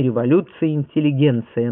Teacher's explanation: Сегодня норма требует произнесения твердого «ц»